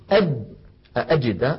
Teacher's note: كذلك الجيم أجد، الجيم أد مهما ضغطت فإن الجيم العربية الفصيحة شديدة يعني ينحبس الصوت